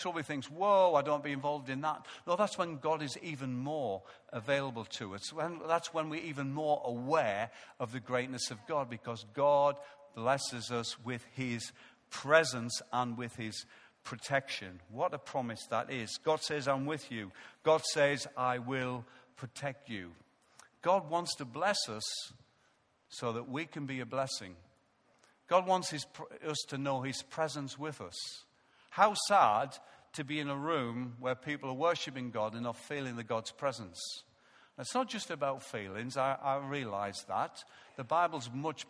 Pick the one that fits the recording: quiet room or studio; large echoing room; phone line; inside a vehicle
large echoing room